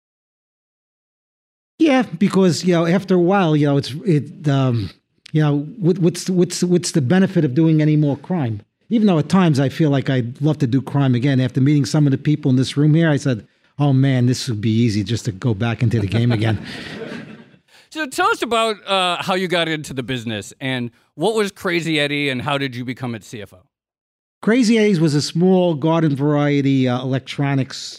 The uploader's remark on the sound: On September 19, 2019, Odd Lots hosted its first-ever live event at the WNYC Greene Space in downtown New York City.